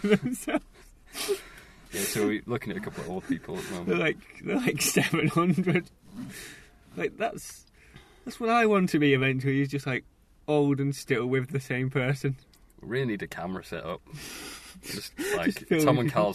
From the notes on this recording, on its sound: recorded in the Cinema car park